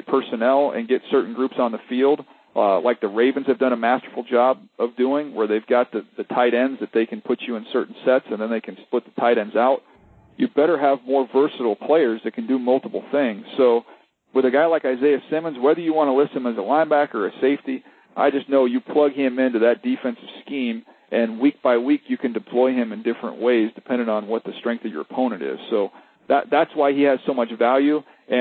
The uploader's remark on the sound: pre-combine conference call with the media!